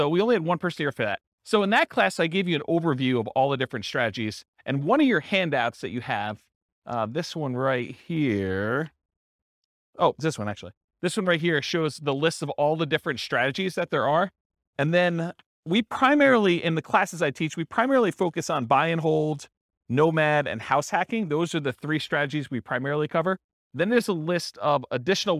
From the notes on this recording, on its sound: This was a live class recorded